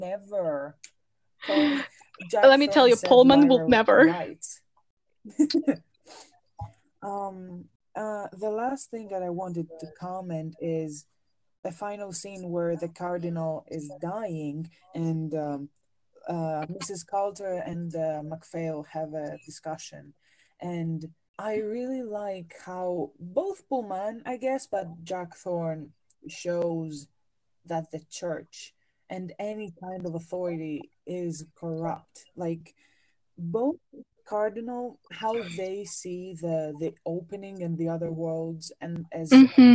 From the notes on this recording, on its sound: Two non-english speakers who live across the ocean from each other. Sorry for all the awkward audio.